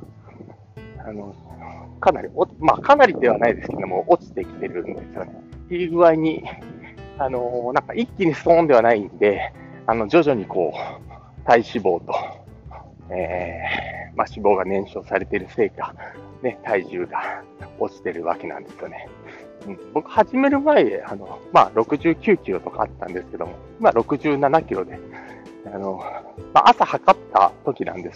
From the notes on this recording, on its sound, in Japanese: お散歩しながら音声配信